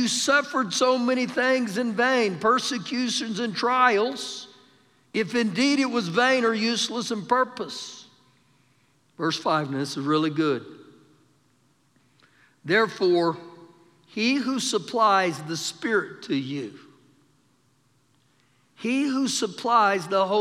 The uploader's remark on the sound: Recorded live during our Sunday morning service